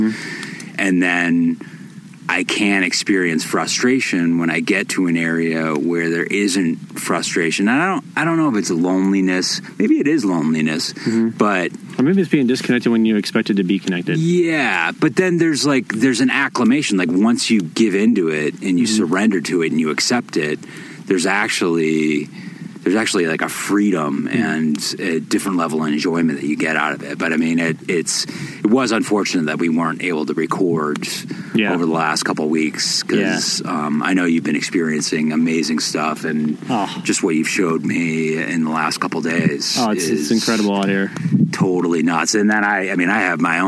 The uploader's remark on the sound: This episode was recorded at an unbelievable dispersed camping spot called Muley Point located high up on Cedar Mesa. We very much enjoyed catching up by the campfire on a 2,000ft ledge!